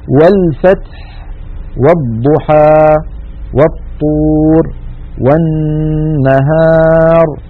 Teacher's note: همزة الوصل سقطت لأنها قد سبقت بحرف فصارت في درج الكلام